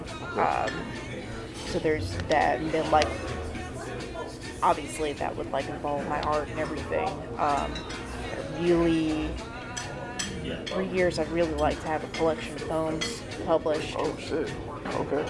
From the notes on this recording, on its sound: on location at a restaurant!